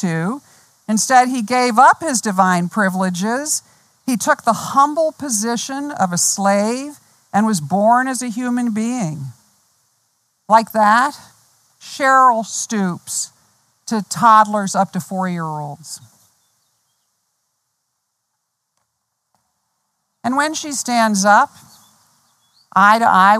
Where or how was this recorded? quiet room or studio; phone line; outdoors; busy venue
outdoors